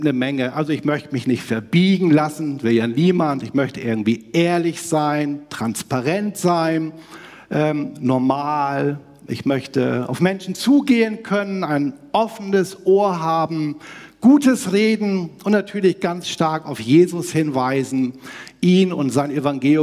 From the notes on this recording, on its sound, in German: aus dem Einführungsgottesdienst der Missionsberg-Gemeinde (LM)